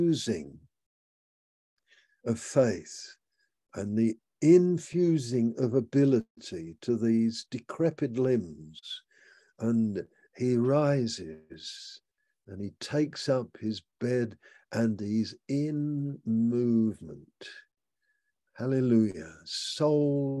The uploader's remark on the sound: Malaysia Meets (Zoom)